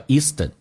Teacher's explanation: Eastern 有连音 T 跟 N 进行连音叫 Eastern.所以这句话慢速版本 Expressing opinions is one example of culture difference between